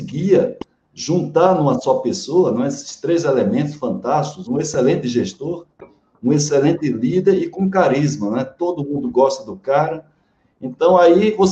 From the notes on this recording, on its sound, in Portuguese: Esta é a gravação da live